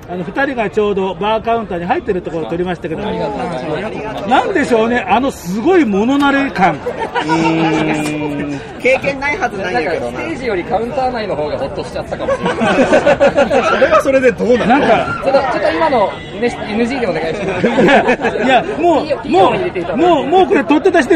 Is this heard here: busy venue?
yes